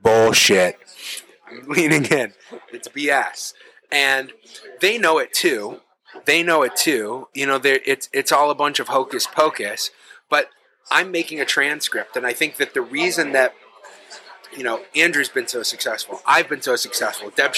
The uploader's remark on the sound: This episode was recorded at Stownut Donut & Diner.